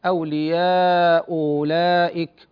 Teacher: ويسهل المضمومة الثانية بينها وبين الواو · Term: تسهيل